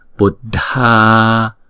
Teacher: Chữ dha là chúng ta đọc âm bật, chữ dh nè đọc âm bật, và chữ a có dấu gạch ngang chúng ta phải đọc hai nhịp